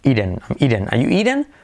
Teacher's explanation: la T como R suave, la I final como E